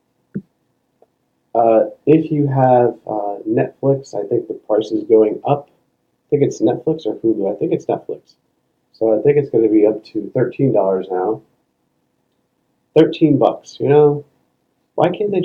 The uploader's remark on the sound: Sorry in advance for the poor audio quality on this episode